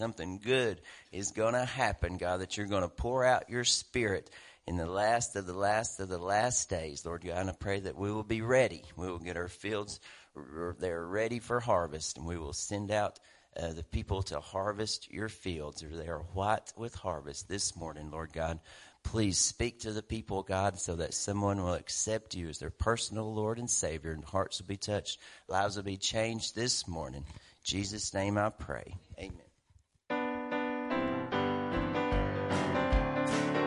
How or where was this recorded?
large echoing room